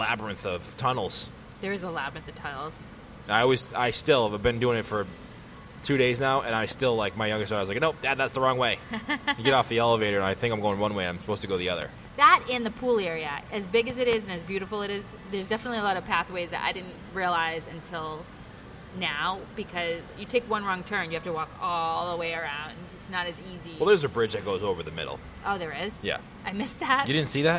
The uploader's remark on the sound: Live From The Swan and Dolphin Resort